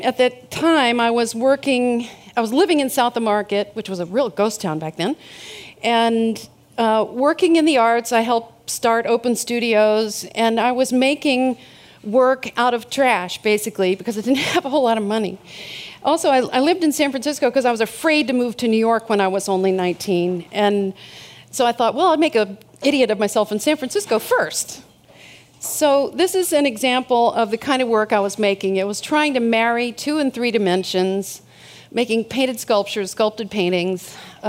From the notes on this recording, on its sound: These hour long talks are recorded live at The Interval, our bar, cafe, & museum in San Francisco. The Long Now Foundation's “Conversations at The Interval” Salon Talks.